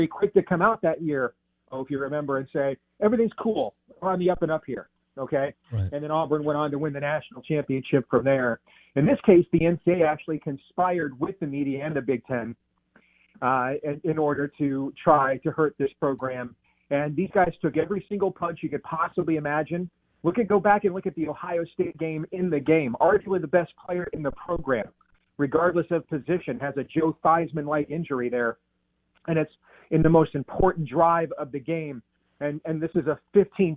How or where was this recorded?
phone line